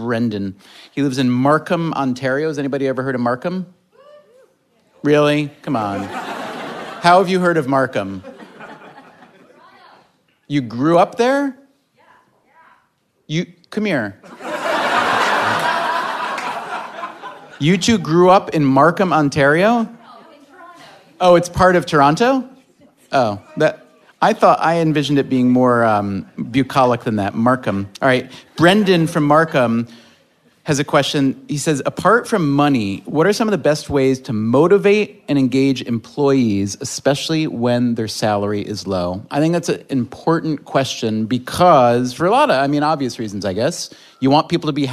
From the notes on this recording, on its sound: In January, the guys stepped out of the recording booth and onto the stage to hold a 90-minute live event at the Bell House in Brooklyn, NY. Listeners submitted questions for the event through social media.